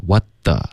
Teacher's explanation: 应该是 what the 要咬舌尖 th 音